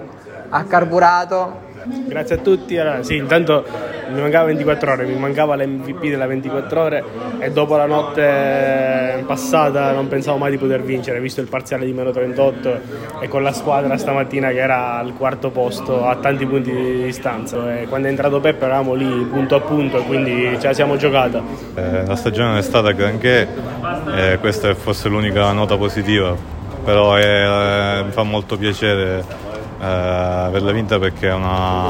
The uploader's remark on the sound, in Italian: con le registrazioni in presa diretta dal campo